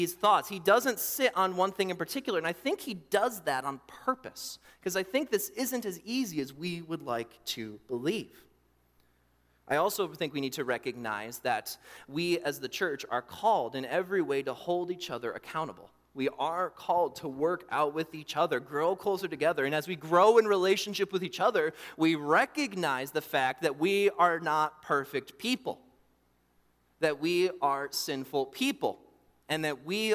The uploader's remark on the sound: during the Morning Worship Service on Sunday, July 2, 2023, at Calvary Baptist Church in Battle Creek, Michigan